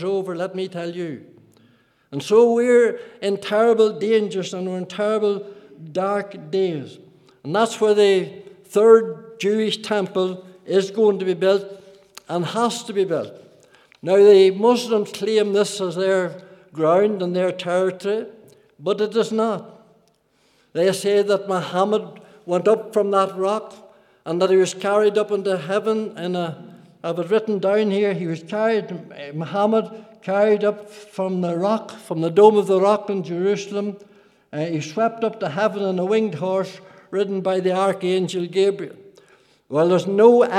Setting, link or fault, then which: setting, large echoing room